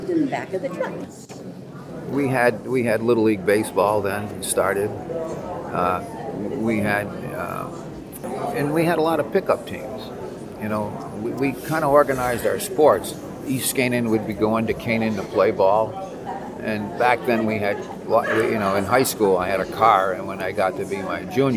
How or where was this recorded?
busy venue